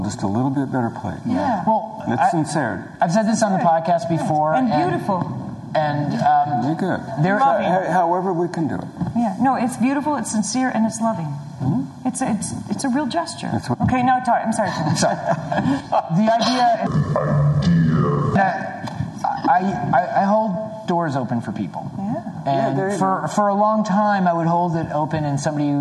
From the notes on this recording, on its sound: Suggested Donation LIVE show! We have a great and lively discussion in front of an audience.